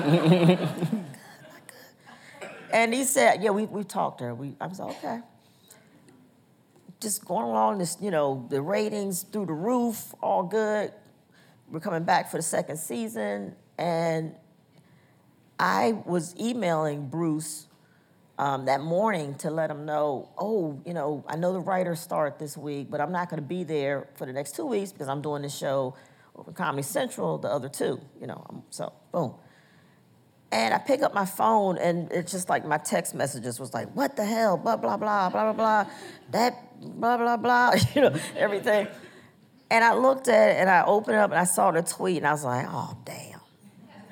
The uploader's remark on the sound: recorded on June 4, 2019 in front of a live audience at New York's 92nd Street Y.